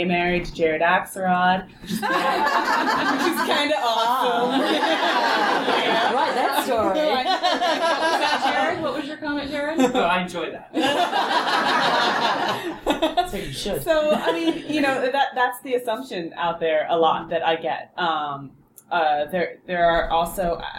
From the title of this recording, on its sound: Live From Balticon!